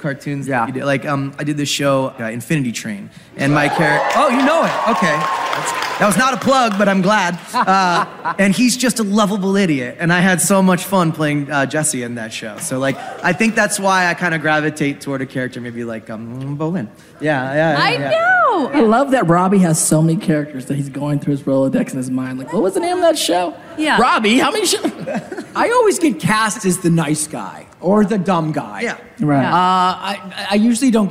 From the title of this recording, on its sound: Live From New York Comic Con 2022!